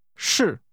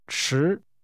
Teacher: to be is pronounced with a falling tone. · Shown in: first take